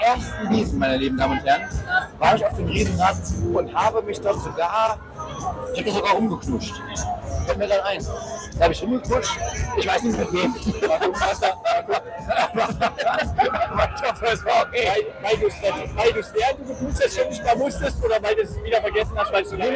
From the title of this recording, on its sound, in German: Demotape 80s-Vintage-Soundqualität